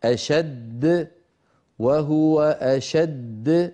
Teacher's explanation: فنبين الدال الأولى من الدال الثانية